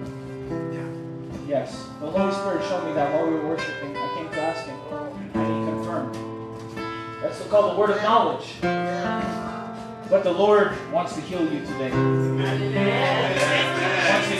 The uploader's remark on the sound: On this live Friday night at the cafe